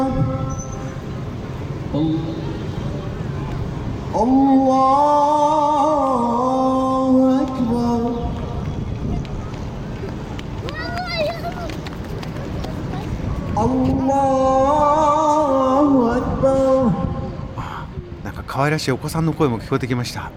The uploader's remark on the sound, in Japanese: モロッコ・マラケシュから最新現地レポート。クトゥビアモスクのお祈りの音声も。